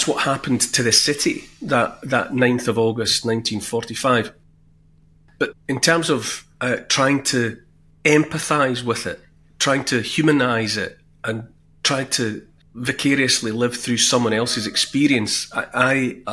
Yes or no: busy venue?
no